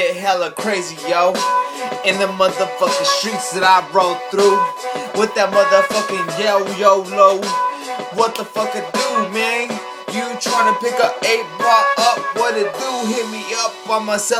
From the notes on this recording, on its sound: Recorded live from iPhone